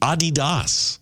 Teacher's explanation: It's supposed to be Adidas. With a slight emphasis on the first syllable, not the second. Not Adidas, stressing the second.